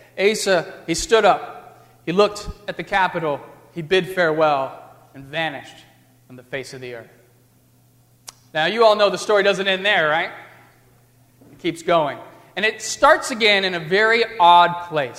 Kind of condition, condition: setting, large echoing room